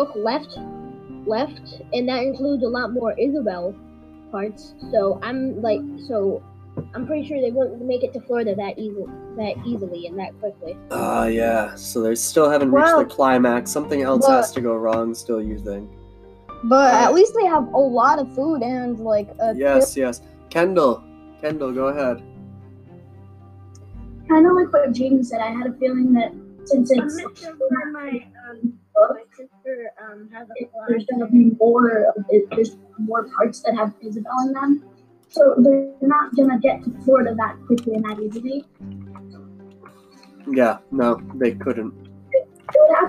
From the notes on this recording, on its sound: This is done via a video call, so I apologize for the quality!